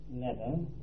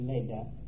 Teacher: a medial TH in English is a D in German, and they don't use that letter A in the middle because they don't have our vowel problems, then the German word leder is the English word leather. · Term: sound shift law